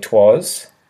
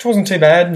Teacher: So you just drop that I because you just speak so quickly. It's just, twasn't too bad.